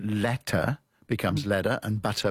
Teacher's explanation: A lot of people pronouncing their T's as D's.